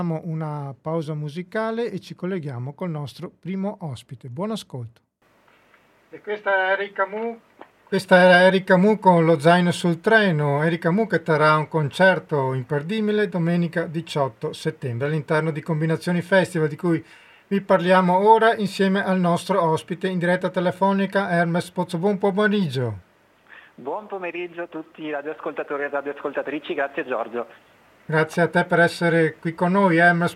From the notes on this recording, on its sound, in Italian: In questa puntata sono intervenuti in diretta telefonica